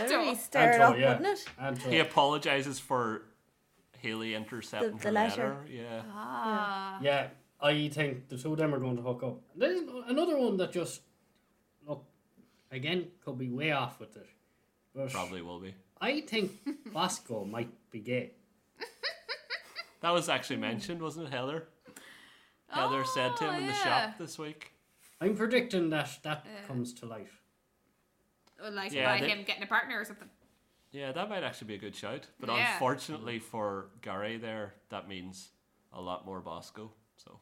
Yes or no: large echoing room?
no